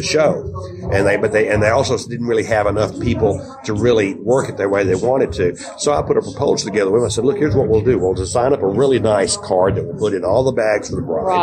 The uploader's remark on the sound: Interviews at Memphis Wedding Show July 2019